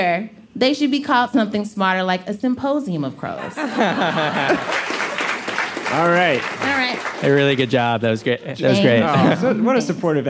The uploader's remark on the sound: The last episode of G, our series on intelligence, was recorded as a live show back in May 2019 at the Greene Space in New York City.